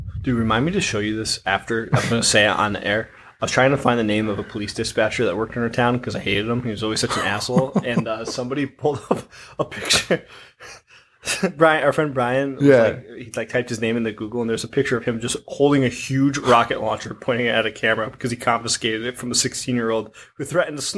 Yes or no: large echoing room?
no